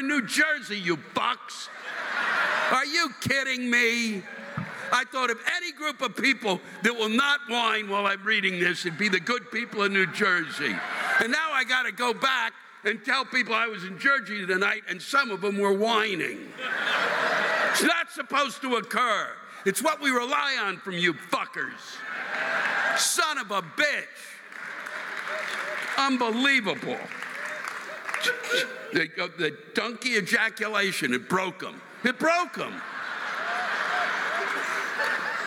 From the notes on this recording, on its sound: The live rants this week come from the State Theater in New Brunswick, New Jersey and the Bergen Performing Arts Center in Englewood, New Jersey.